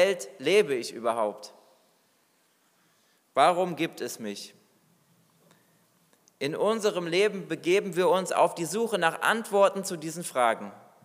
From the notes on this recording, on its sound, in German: Predigt aus dem Weihnachtsgottesdienst